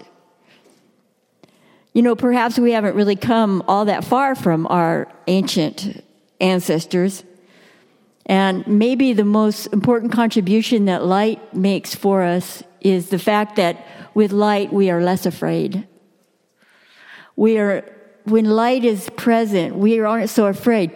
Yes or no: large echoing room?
yes